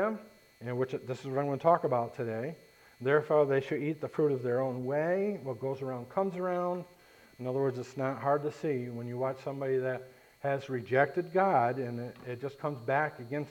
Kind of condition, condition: setting, large echoing room